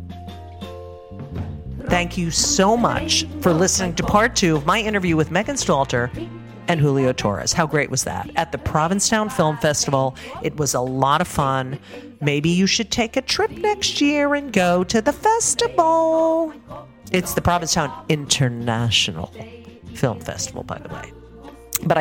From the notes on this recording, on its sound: LIVE from the Provincetown International Film Festival. This episode was recorded in May 2023 at the Provincetown Film Festival.